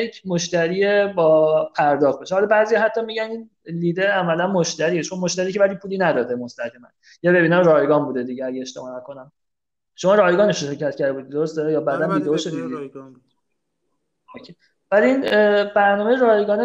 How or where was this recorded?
video call